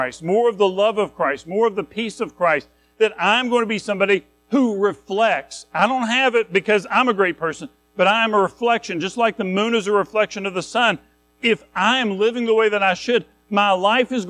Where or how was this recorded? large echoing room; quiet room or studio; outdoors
large echoing room